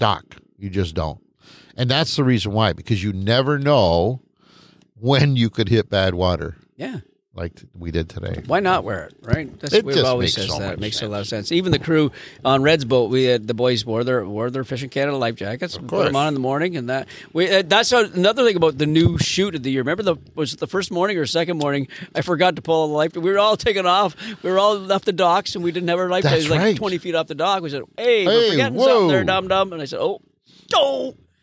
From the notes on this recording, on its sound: LIVE from The Sportsman's Inn. LIVE from a balcony of the Sportsman's Inn in Killarney, Ontario!